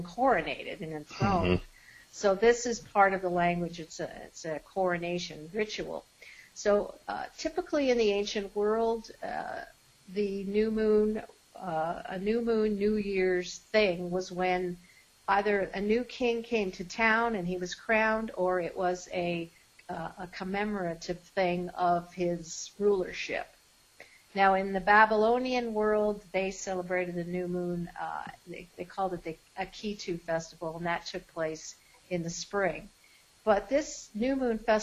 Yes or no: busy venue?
no